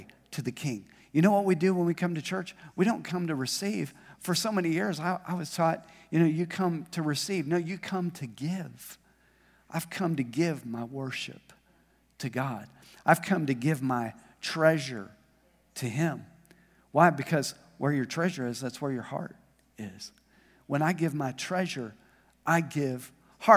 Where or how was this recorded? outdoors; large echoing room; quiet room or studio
large echoing room